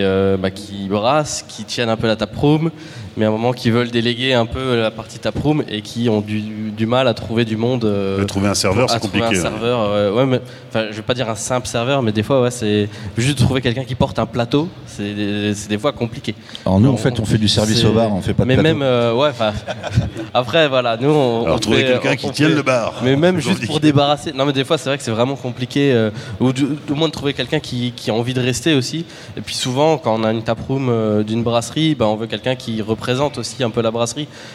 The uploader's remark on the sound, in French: Table ronde enregistrée en public lors de la 1ère édition du Reims Beer Festival, au Parc des expositions de Reims.